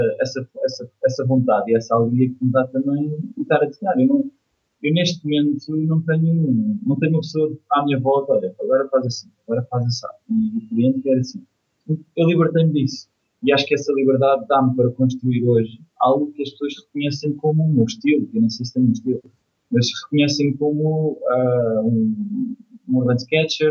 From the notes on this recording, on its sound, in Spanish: Entrevista Skype. Combinámos logo na altura uma entrevista Skype uma vez que ele está em Hong Kong.